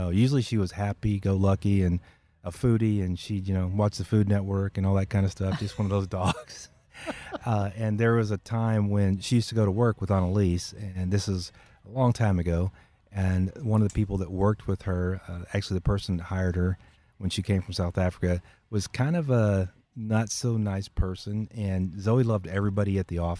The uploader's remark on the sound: Recorded at Wheelers Western Outfitters